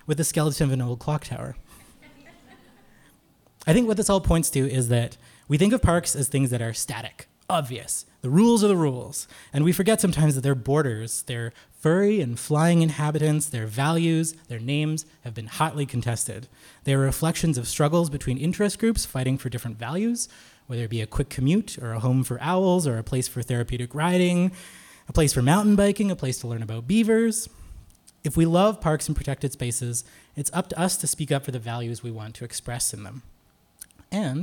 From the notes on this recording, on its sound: In this live podcast recording. This episode was recorded on September 21, 2023 at the Alfred H.